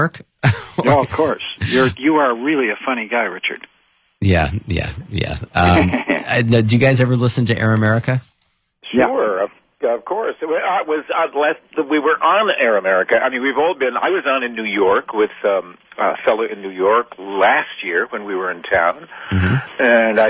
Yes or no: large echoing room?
no